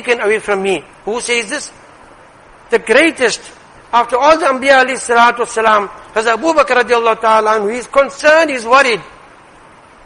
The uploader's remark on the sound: Jumuah lecture.